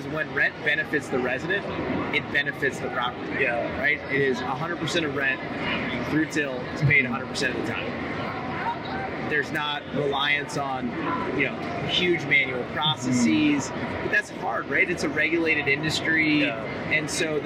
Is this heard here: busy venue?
yes